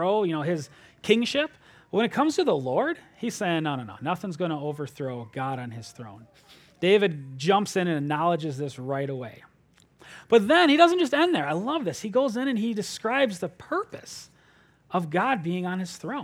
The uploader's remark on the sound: at Springbrook Church in Antigo, WI.